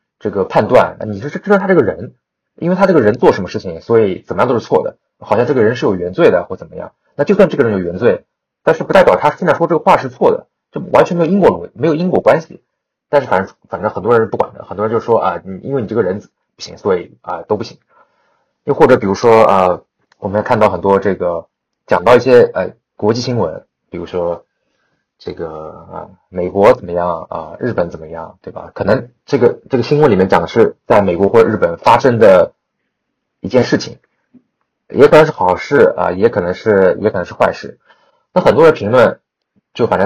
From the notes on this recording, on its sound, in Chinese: 本期因为主播感冒和设备因素，录音质量有所瑕疵，请大家见谅。